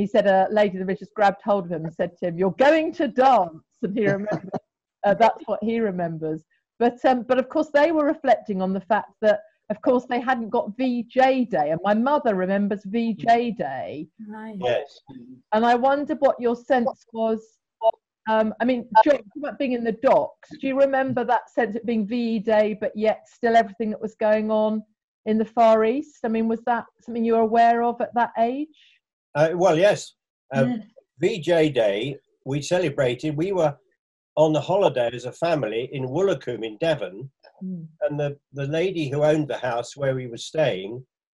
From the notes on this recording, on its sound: a virtual tea party over Zoom